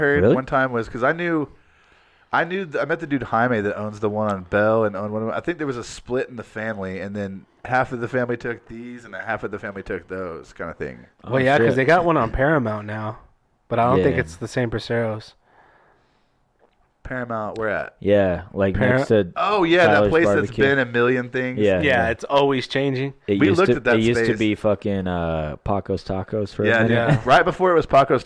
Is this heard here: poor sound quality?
no